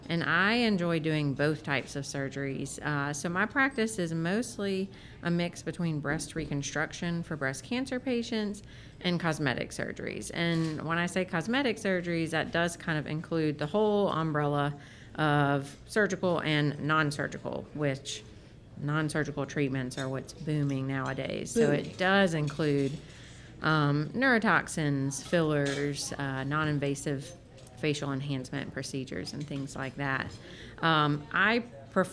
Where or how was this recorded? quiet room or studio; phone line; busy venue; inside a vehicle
busy venue